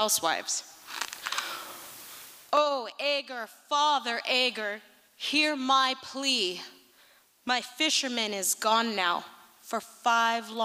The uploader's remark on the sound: Liberty Theatre-Friday Night. Recorded at the Liberty Theatre on Friday, February 24th, 2023.